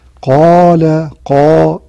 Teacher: حرف الألف، الألف لا توصف لا بترقيق ولا بتفخيم، ولكنها تتبع ما قبلها، إن كان بعدها مفخم فخمت. قال، قا، الألف فخمت بسبب القاف